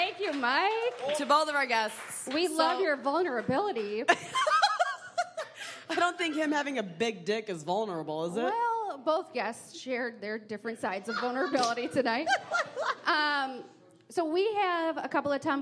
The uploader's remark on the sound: Live at the Maumee, Mary & Joseph Comedy Festival. The Homance goes on the road to Fort Wayne, Indiana. This is the live show recording from 816 Pint & Slice.